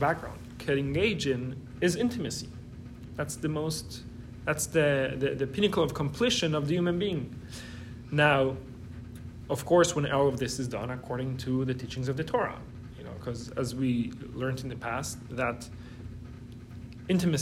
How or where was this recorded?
large echoing room